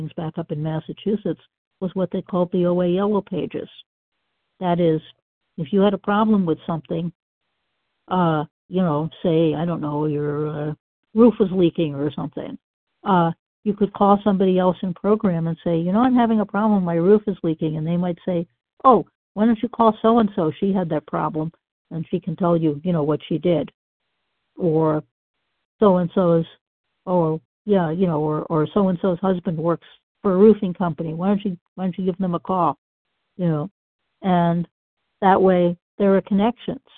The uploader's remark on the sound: qualification from the 100 Pounders Phone Meeting